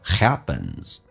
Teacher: P 发成 B 这个发音，两个元音中间所加的辅音要被浊化，在美式发音当中叫 happens。